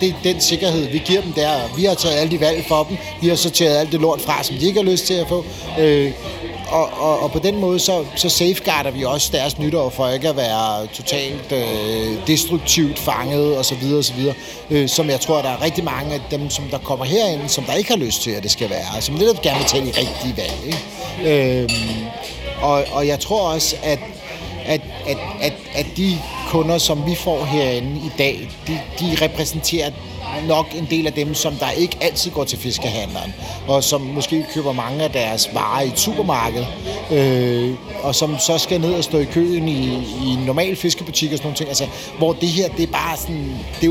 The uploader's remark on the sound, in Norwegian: "Fiskebyen 2023" Livereportage. Tid til en livereportage! Der bydes på bobler, god musik og godt humør i denne bonus-episode fra "Fiskebyen", byens skånsomme fiskemarked. Og så møder vi da også nogle af markedets skønne gæster.